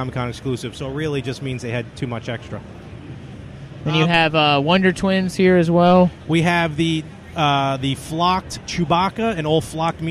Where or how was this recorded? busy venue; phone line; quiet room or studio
busy venue